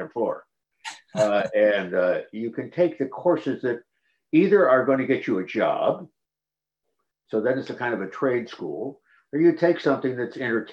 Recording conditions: video call